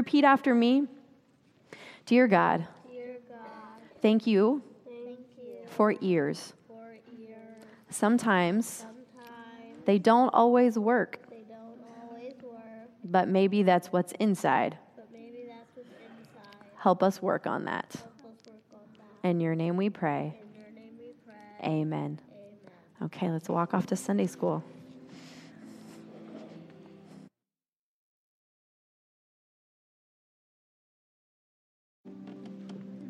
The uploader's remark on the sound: we are sharing the recording of the whole Sunday service here